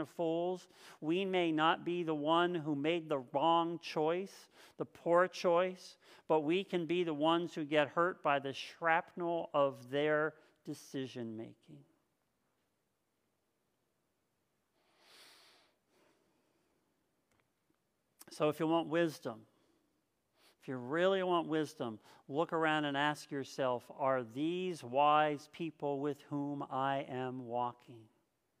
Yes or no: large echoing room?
yes